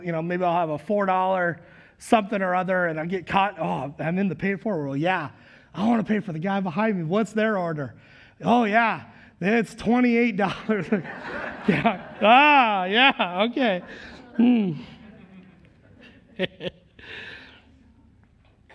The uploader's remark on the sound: Recorded live at Word of Life Church in Le Sueur, Minnesota on January 2nd, 2022